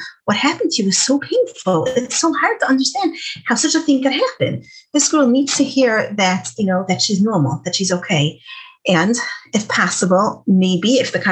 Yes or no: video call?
yes